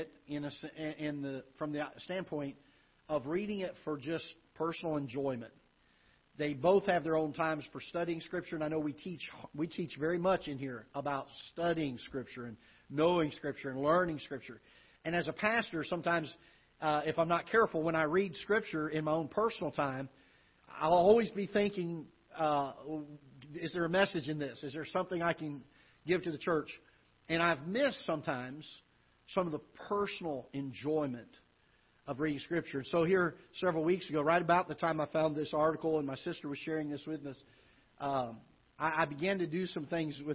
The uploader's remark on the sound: Ketha Heights Baptist Church ~ Live Broadcast